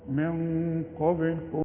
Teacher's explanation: لما يبقى معك غنة والغنة دي بتيجي من نون الساكنة او التنوين الفتحتين الضمتين الكسرتين، الغنة تتبع الحرف اللي بعدها، اللي بعدها حرف تخين، يبقى تخن الغنة